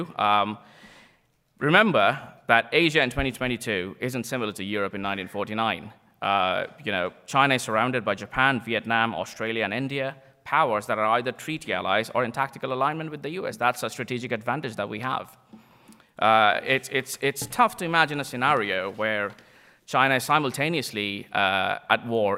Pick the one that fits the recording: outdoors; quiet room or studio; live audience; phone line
live audience